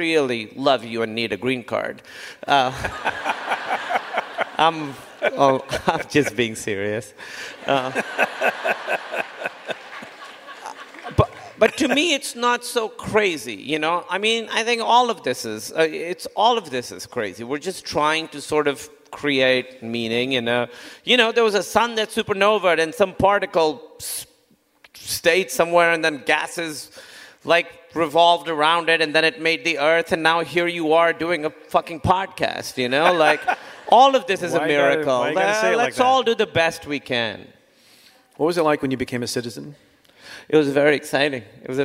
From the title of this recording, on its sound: Live from Los Angeles